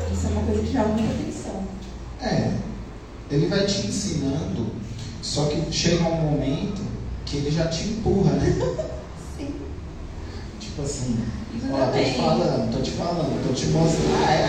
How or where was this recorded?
large echoing room